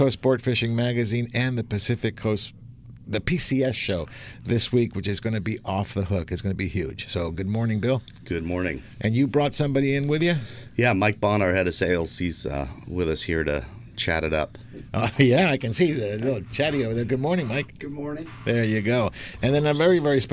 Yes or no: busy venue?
yes